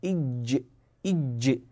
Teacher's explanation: يكون مخرج الجيم بالتصاق أو بإلصاق وسط اللسان باللثة العليا إلصاقا معتدلا